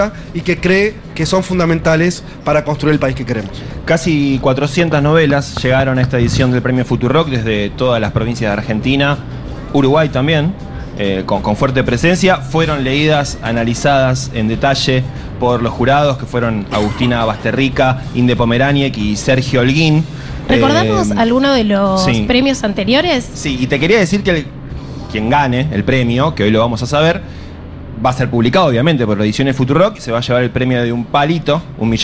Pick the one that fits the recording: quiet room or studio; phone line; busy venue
busy venue